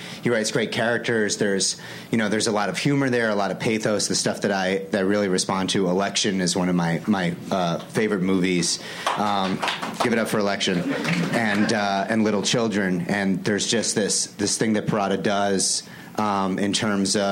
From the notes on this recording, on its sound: Recorded June 7, 2015 at ATX